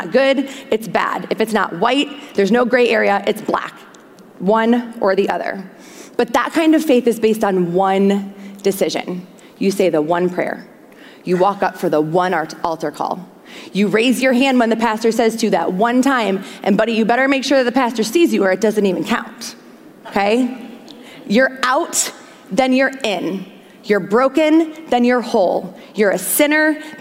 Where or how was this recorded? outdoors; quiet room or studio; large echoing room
large echoing room